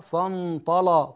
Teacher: يعني غلظ اللام يغلظ اللام